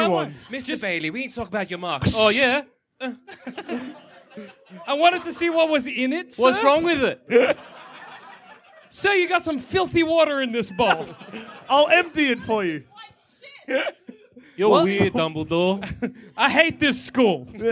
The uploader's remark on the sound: Our very first interstate live show, recorded somewhere in Sydney.